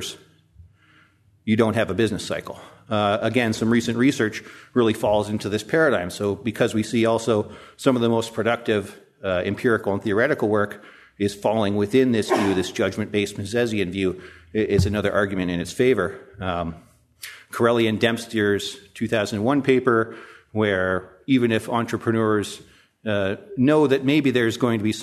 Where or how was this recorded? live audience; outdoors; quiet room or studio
live audience